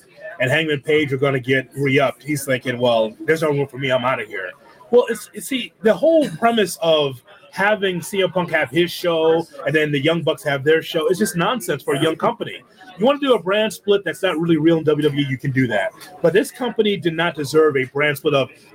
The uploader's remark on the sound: live from Starrcast in Schaumburg, Illinois